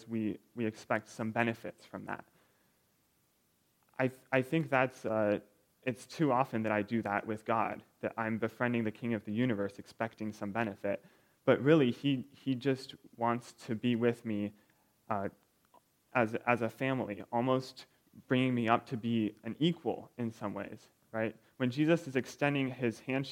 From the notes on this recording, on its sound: recorded February 25, 2023, at Ringgold Seventh-day Adventist Church